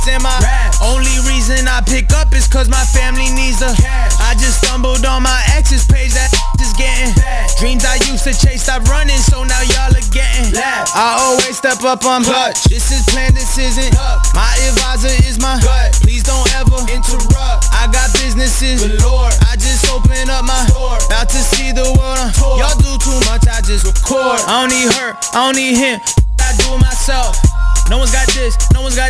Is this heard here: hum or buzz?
no